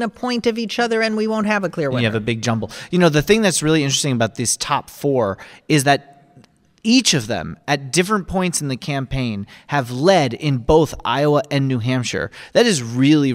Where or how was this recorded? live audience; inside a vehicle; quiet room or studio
live audience